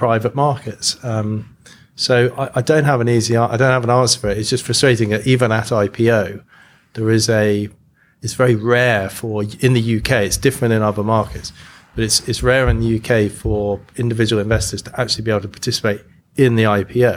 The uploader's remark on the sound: This special episode was recorded live at a Rebank event in London hosted by Shearman & Sterling, a global law firm with a specialist fintech practice.